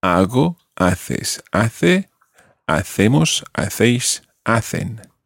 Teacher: And notice in every single one of them, you've got a silent H.